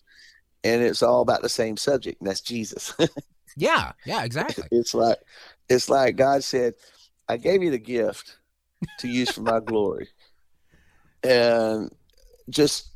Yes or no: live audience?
no